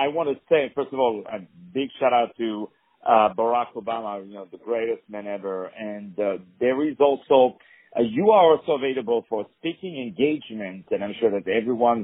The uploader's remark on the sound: On the Phone